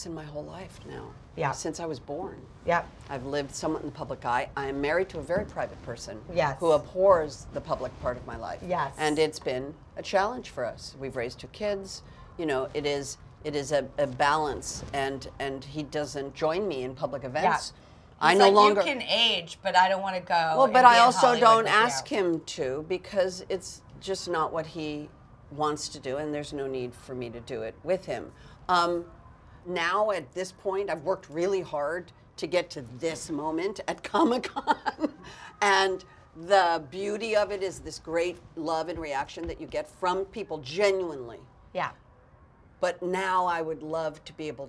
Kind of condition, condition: setting, busy venue